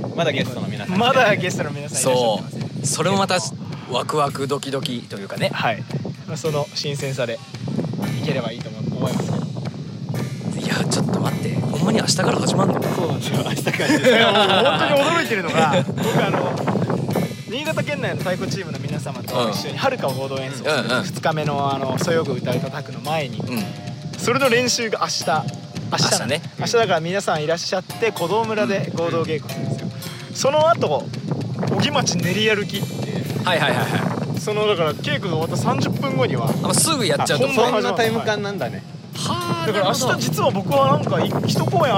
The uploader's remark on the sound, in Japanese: 海風による雑音が入っております、ご容赦ください